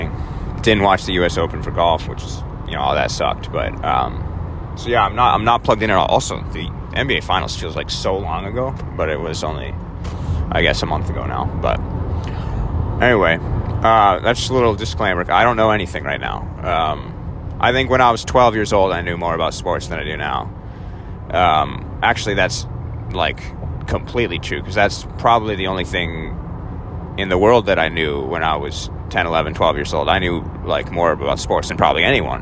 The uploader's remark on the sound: All live from his Toyota Camry somewhere in North Carolina.